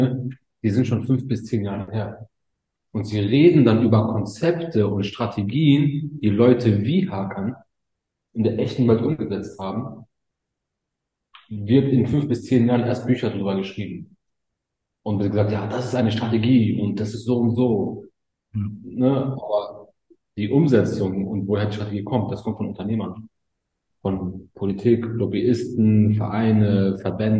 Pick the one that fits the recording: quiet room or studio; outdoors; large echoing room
large echoing room